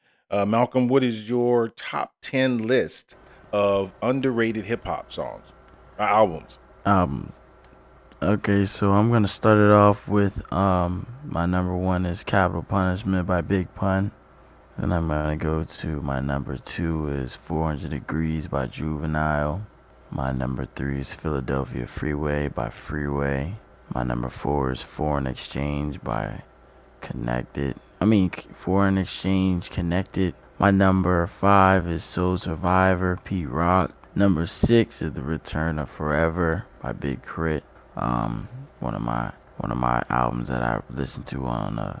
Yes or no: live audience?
no